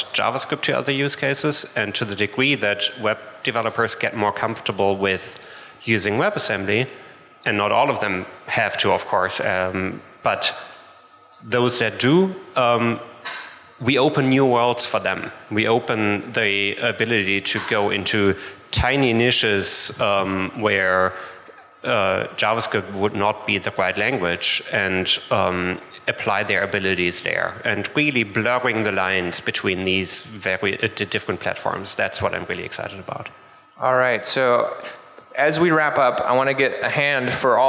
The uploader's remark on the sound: LIVE from JSConf Hawai'i